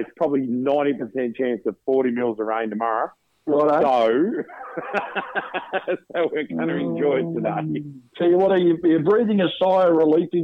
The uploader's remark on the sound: a couple of guest callers